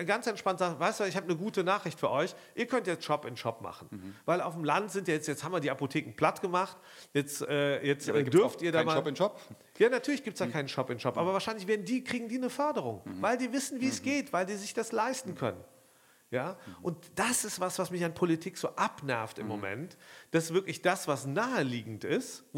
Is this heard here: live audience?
yes